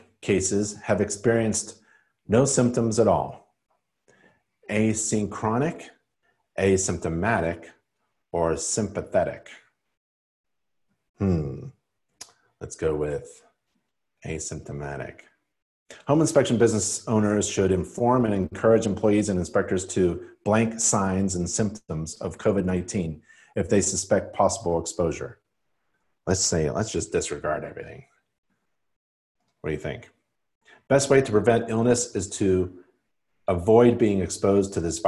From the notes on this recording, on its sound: live InterNACHI webinar